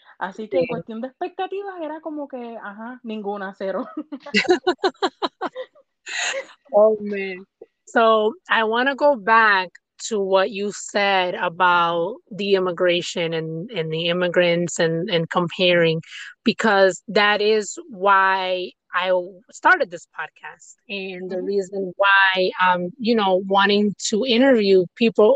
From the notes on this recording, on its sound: Recording it from my car.